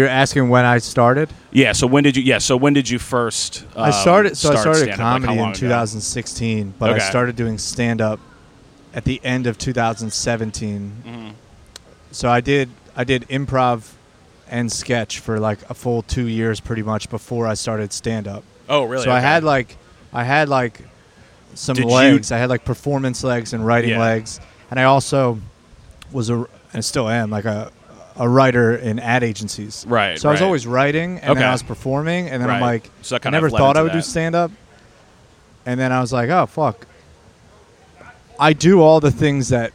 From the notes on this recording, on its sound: Recorded outside the comedy open mic at The Tin Roof. Every other Wednesday in downtown Baltimore.